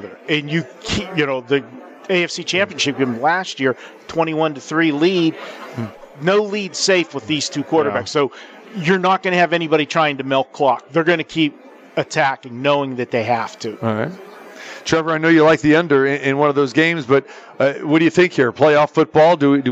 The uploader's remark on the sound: Live from the Superbook at the Westgate Las Vegas